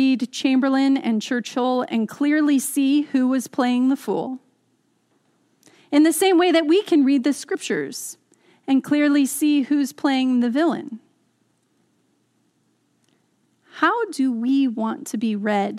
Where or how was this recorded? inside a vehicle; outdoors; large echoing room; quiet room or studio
large echoing room